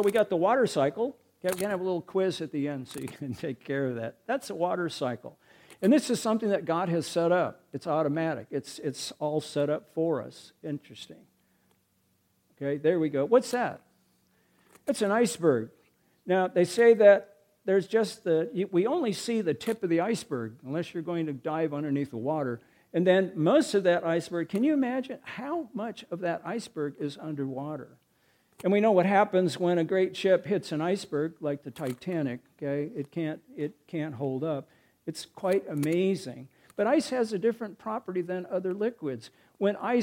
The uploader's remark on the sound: recorded March 4, 2023, at Ringgold Seventh-day Adventist Church